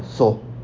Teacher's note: So there's not an S, but it's like a hard so. It's an aspirated, like an aspirated S.